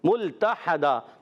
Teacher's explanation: मुल्तहदा ता पर ज़बर हा पर ज़बर, हरकात को बगैर खींचे बगैर झटका दिए मारूफ अदा करेंगे। हा की अदायगी हलक के दरमियान वाले हिस्से से, दो ज़बर की तनवीन को वफ में अलिफ से बदल देंगे, वफ बिल इब्दाल।